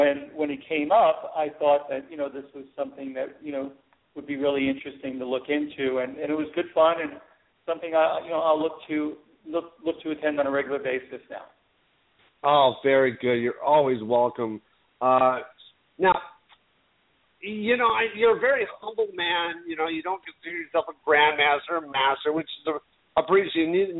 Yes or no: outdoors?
no